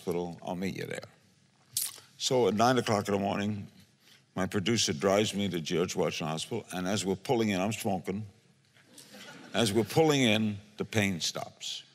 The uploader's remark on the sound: The conversation was recorded on Jun 13, 2016 in front of a live audience at New York's 92nd Street Y.